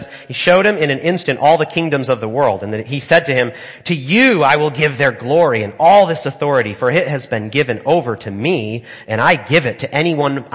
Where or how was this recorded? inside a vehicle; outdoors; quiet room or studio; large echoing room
large echoing room